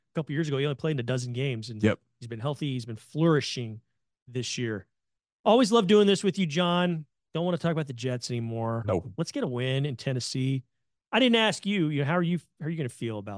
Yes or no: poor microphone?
no